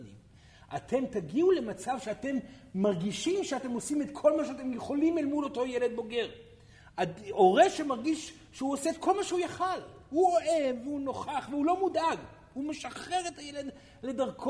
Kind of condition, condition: setting, live audience